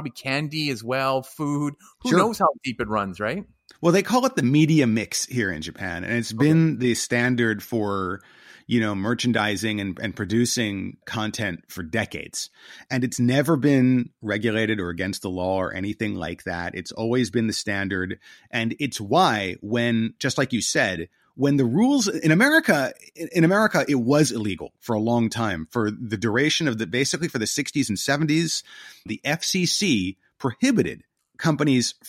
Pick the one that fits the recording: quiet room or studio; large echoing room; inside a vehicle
quiet room or studio